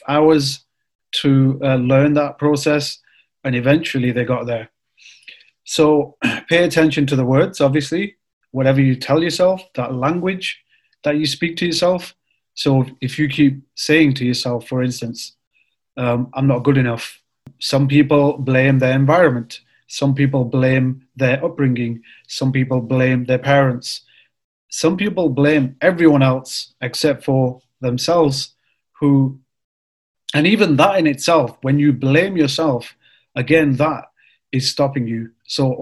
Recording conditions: video call